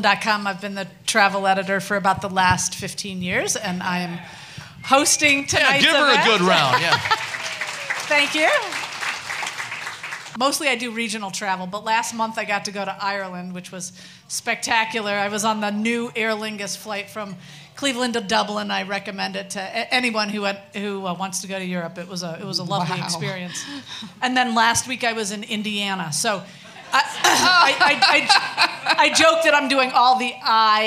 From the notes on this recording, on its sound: We playback our unforgettable live show at the iconic Music Box Supper Club in Cleveland. All recorded live for your entertainment.